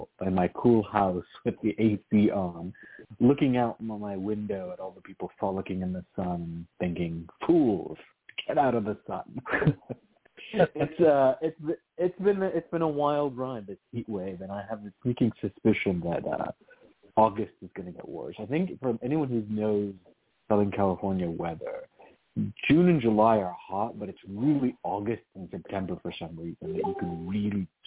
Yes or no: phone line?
yes